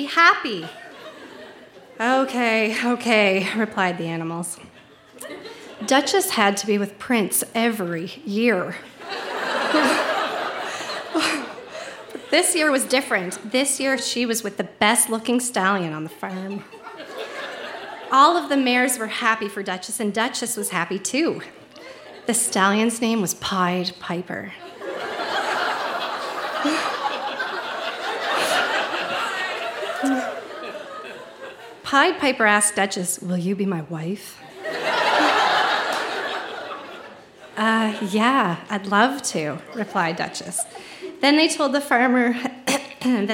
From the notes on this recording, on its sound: Recorded live at The Guild in Charlottetown, PE.